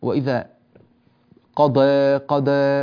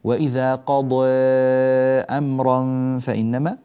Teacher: بعض الناس نسمع منه تضعيفا لصوتها، فيكون الصوت عنده كأنه يعني أقرب إلى الدال مثلا، وإذا قضى بهذه الطريقة، هذا غير صحيح. نفخم الضاد ونعطيها قدرها من الإتقان الكافي والتفخيم التام لحرف الضاد · Shown in: second take